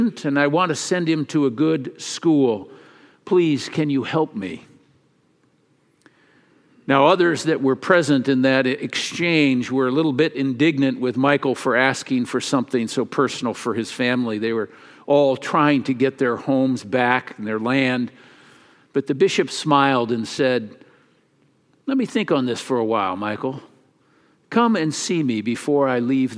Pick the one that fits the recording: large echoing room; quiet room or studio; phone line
large echoing room